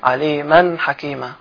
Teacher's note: هنا تنوين وجاء بعده الحاء والحاء من حروف الإظهار